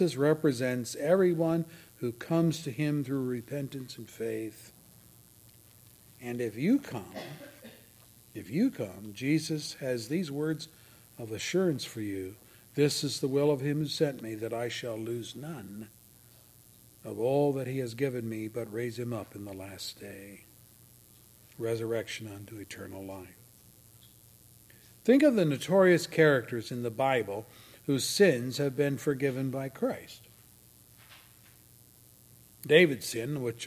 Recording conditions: large echoing room